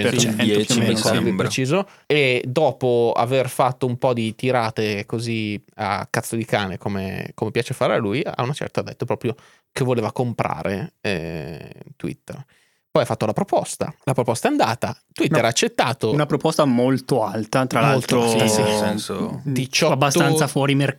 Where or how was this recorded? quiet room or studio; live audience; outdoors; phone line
quiet room or studio